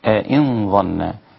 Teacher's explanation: فلا بد أن أفخم الغنة تبعا للحرف المفخم · Term: تفخيم الغنة